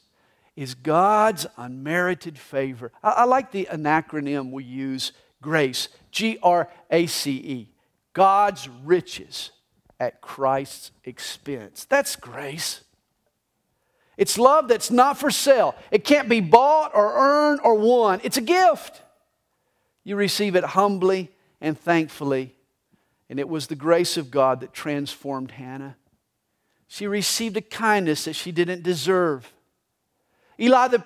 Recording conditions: large echoing room